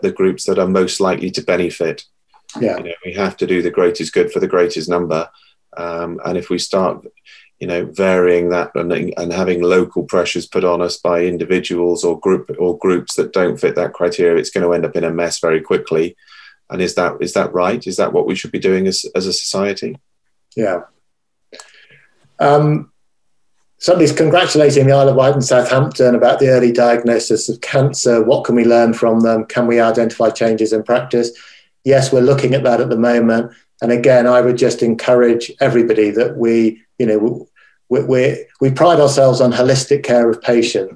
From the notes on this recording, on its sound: this recorded webinar